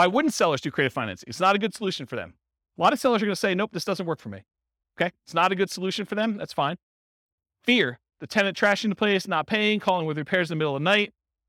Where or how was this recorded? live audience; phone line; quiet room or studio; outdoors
live audience